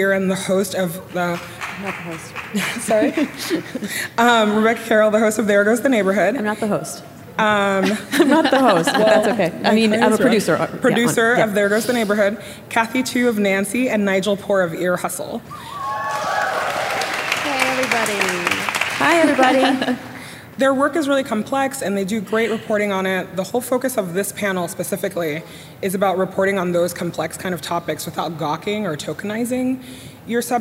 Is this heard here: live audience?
yes